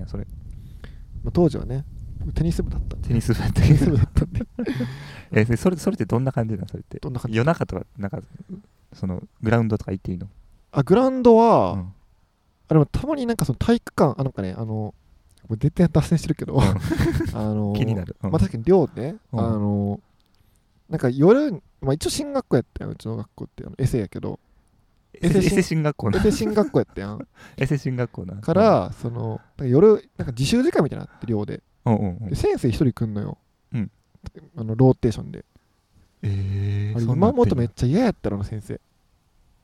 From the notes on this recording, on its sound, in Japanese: 今回は河川敷収録